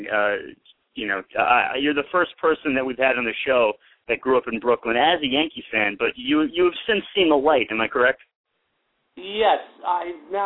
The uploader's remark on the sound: Will call into the show.